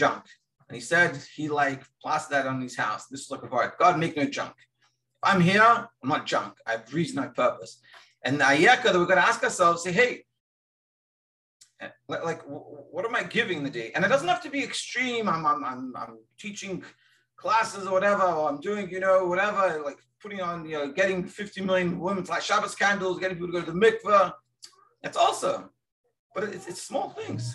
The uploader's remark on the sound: Daily Zoom Shiur.